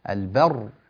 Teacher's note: البر إذا وقفنا عليها تسكن الراء وقبلها مفتوح